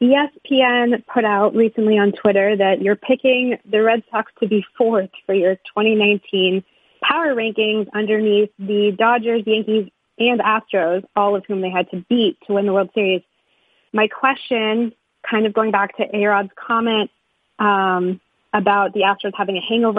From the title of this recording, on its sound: MLB Conference Call